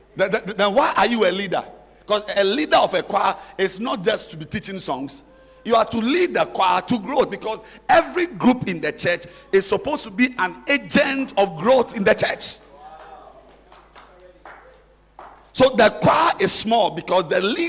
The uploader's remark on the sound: Preached At The Art Of Evangelism Conference